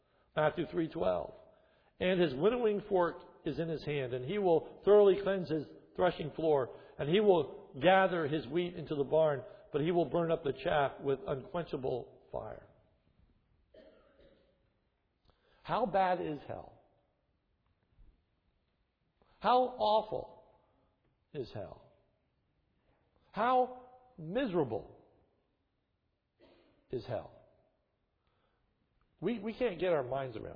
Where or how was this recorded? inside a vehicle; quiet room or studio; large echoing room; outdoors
large echoing room